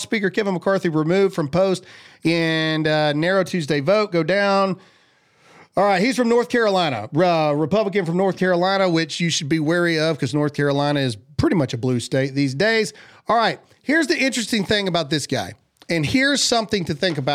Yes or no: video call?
no